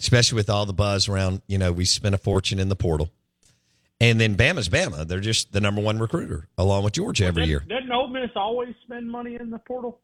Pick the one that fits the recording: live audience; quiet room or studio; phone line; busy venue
phone line